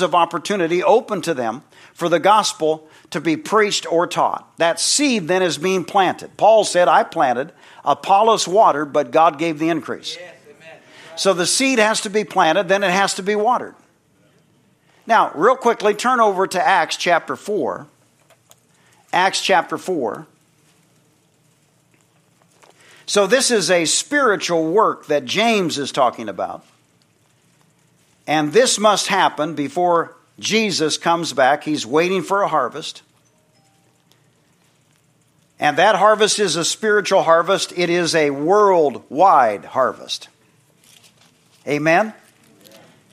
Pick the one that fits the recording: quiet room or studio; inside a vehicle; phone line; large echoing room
large echoing room